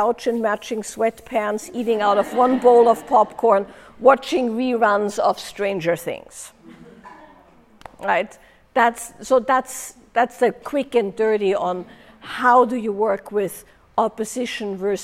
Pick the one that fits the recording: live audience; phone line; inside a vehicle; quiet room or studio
live audience